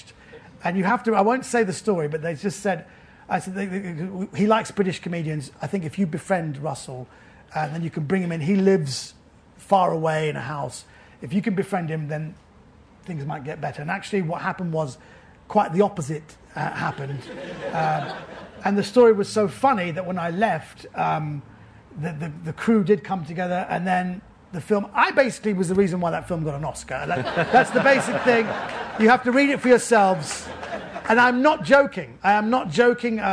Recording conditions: live audience